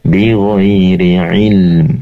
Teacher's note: ketika wakof berhenti, di situ ada kasrotain, yaitu tanwin ya, maka tidak dibaca ilmin atau ilmi, melainkan mimnya disukunkan